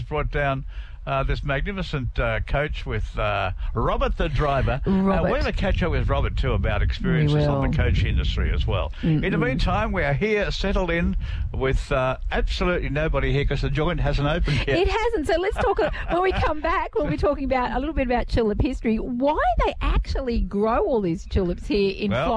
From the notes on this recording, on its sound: Radio Catch up Live from Floriade Outdoor Podcast!